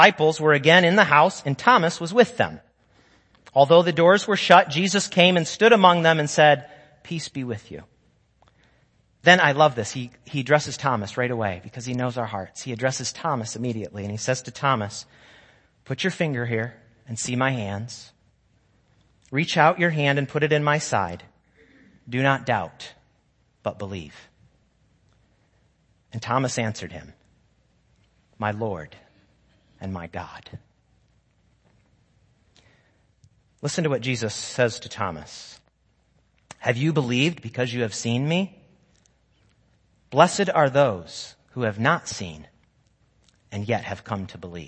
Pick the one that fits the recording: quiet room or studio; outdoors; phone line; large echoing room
large echoing room